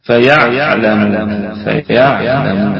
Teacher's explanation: الميم في أقل درجات الغنة